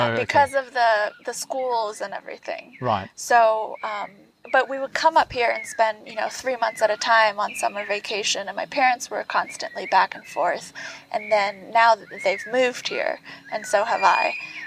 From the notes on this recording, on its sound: In the gardens of the Jungle School in San Andres, Petén, Guatemala. The birds were singing, the spiders jumping and the wind blowing so please forgive the range of noises and momentary distractions. This interview was done outside so the audio can be a little windy at times!